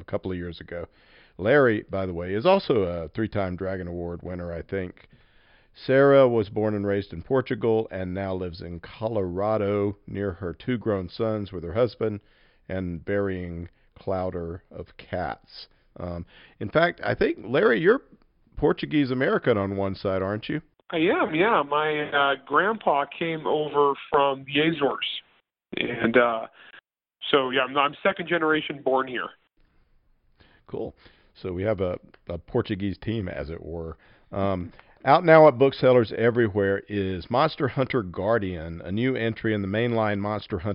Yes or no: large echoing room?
no